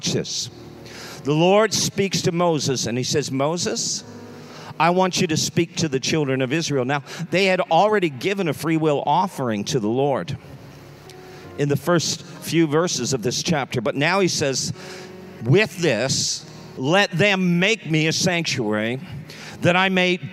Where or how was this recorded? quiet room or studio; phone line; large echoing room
large echoing room